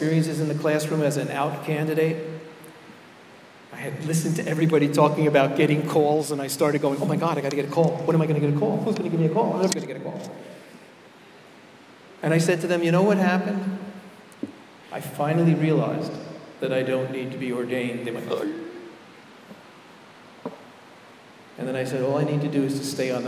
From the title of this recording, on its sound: Keynote Address at MLP Conference, Rochester, NY